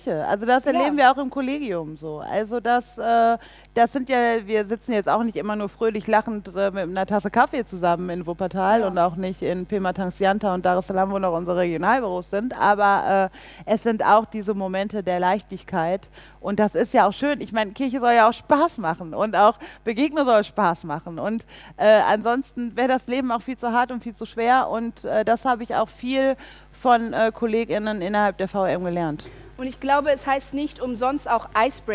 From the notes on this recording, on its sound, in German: Stachel und Herz live beim DEKT. Vor ein paar von euch Fragen beantwortet.